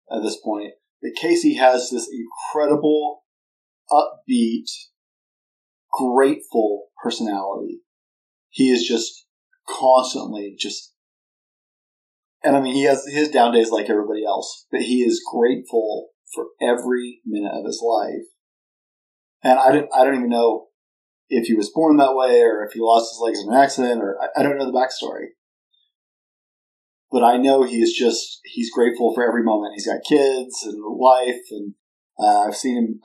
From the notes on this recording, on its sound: New mic in large room, sorry the audio is a little strained weird.